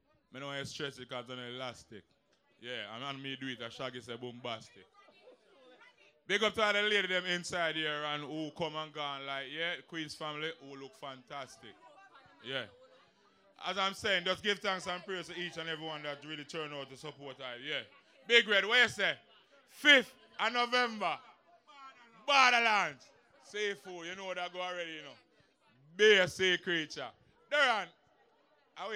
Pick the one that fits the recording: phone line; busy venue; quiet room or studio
busy venue